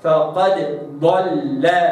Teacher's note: حينما تأتي الضاد بعد الدال لابد أن يقلقل الدال